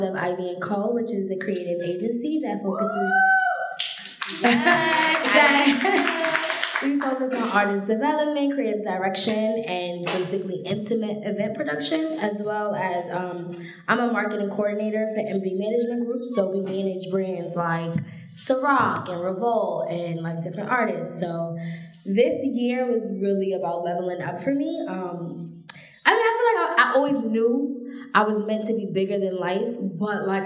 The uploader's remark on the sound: a live taping of #CareFreeBlackGirl